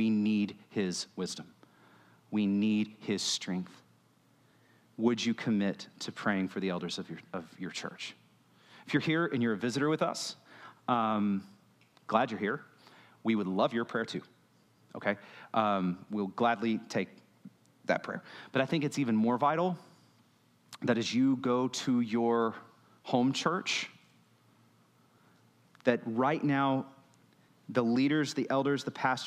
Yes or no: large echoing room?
yes